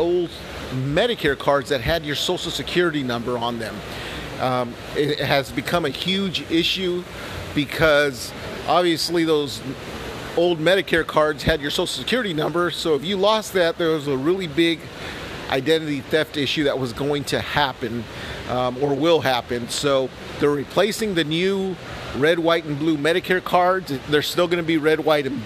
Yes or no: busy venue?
yes